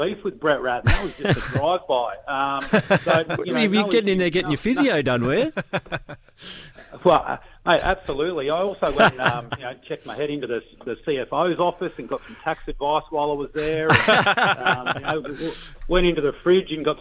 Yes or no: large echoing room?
no